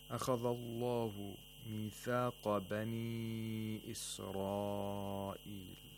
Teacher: The kha has tafkhim again, just like the qaf. The mouth opens vertically.